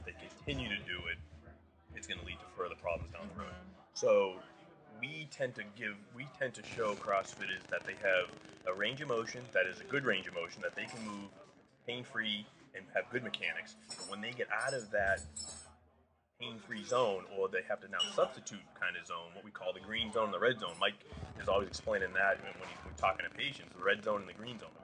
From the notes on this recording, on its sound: This episode was literally recorded while. Having lunch a the Titleist Performance Institute's Level 1 certification course in Rhode Island.